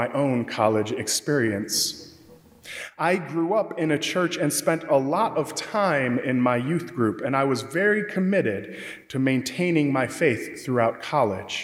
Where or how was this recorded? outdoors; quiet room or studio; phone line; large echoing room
large echoing room